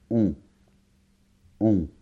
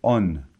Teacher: Ici, il s'agit de la voyelle nasale « on ». C'est un peu comme un O, mais ça vibre plus vers le nez. · Shown in: first take